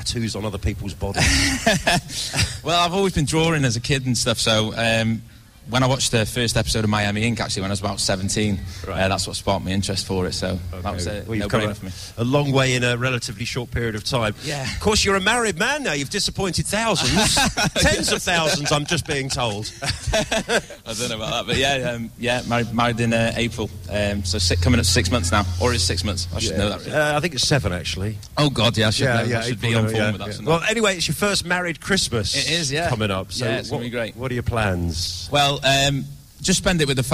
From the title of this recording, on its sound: live at the Chester xmas lights